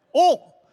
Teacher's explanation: it's just one long syllable, as most things are in the South